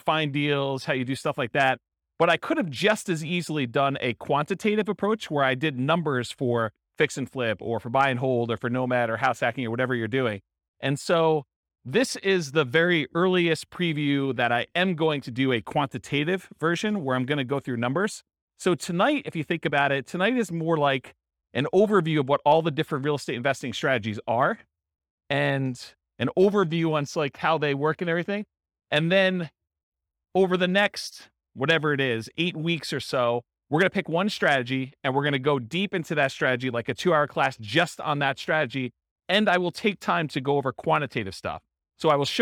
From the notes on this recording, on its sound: This was a live class recorded. Akron, Ohio.